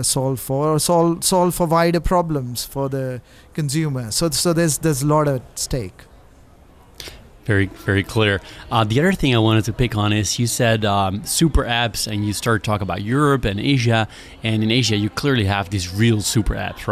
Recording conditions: busy venue